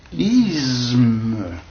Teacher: Me étant une sonore, c'est-à-dire comportant des vibrations glottales, par assimilation, le se qui précède a une tendance, qu'on le veuille ou non, à devenir sonore lui-même